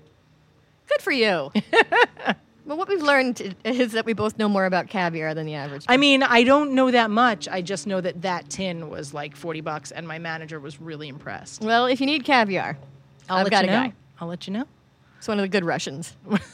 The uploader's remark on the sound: at Minnie's Bar